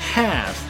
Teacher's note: half，也是一个很长的开口音哈，嘴要咧开